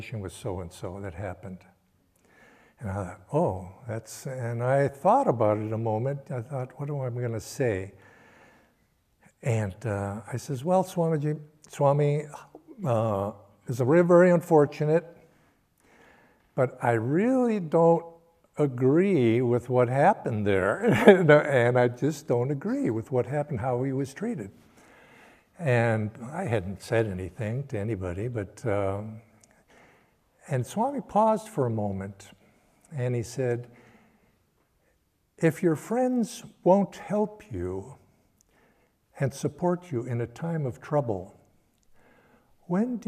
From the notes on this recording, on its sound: Sunday Service talk. Recorded at Ananda Village.